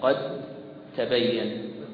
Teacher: فتدغم هنا الدال في التاء · Term: متجانسين صغير